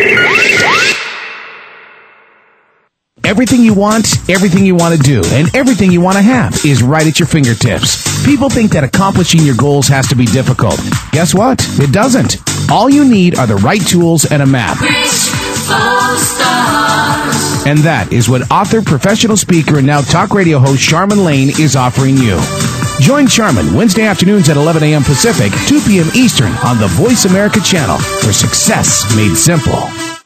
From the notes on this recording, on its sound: along with your phone calls